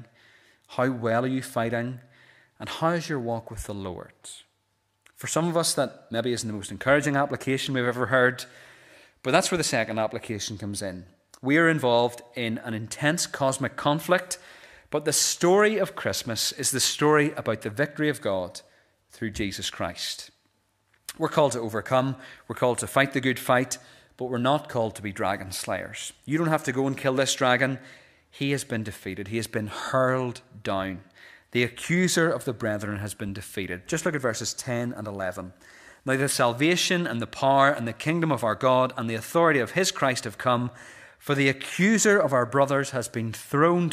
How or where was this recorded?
large echoing room